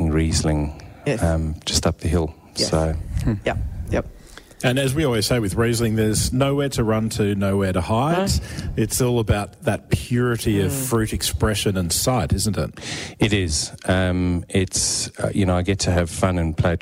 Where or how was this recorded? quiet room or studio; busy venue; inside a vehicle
busy venue